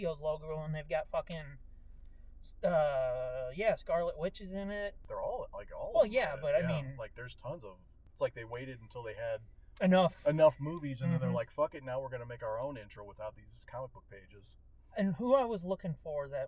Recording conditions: poor sound quality